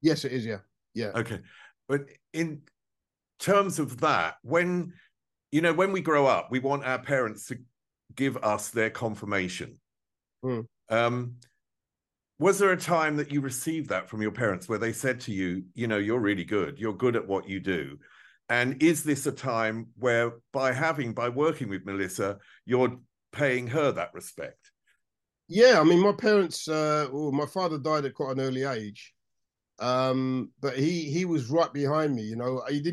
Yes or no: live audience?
no